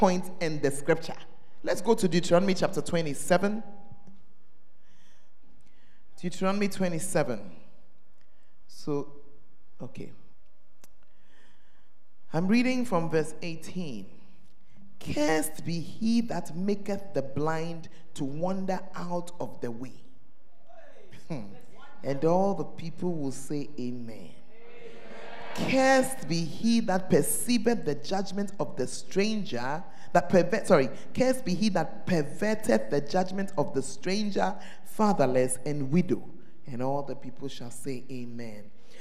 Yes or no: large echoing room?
yes